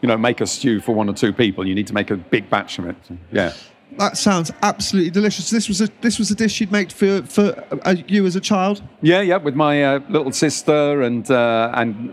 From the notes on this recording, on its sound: recorded at the BBC Good Food Show